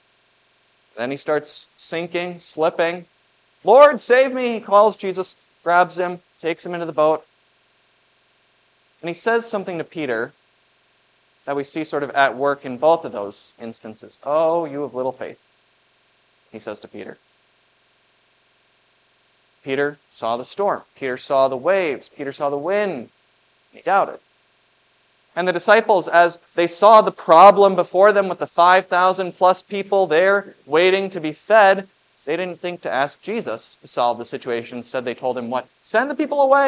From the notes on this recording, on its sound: This Sunday sermon, based on Matthew 15:21-28, was preached at Grace of God Lutheran on August 20, 2023.